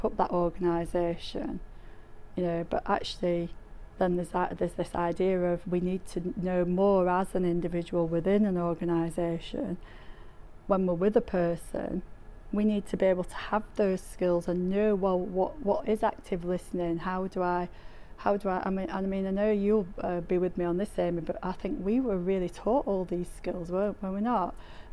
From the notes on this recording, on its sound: The Northern Mental Health Nursing Qualitative Research Forum meets three times a year. The following session was recorded at their third event on Friday 12 May 2023.